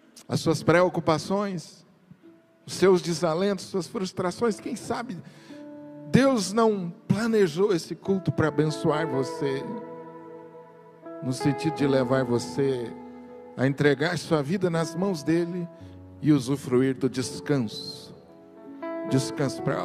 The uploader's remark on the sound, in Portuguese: Culto AO VIVO Igreja Presbiteriana da Penha